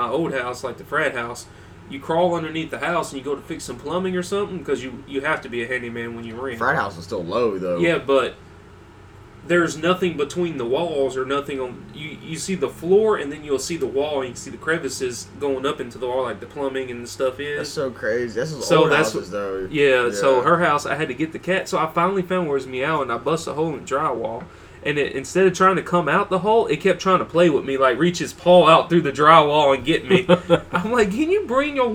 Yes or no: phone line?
no